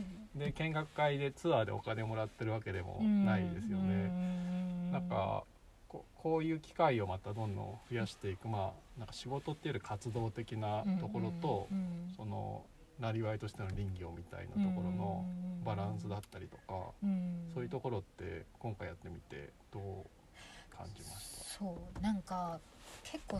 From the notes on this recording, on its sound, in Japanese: 今年5月に荒山林業さんが企画された集材の見学会の後、車の中でお話をしています。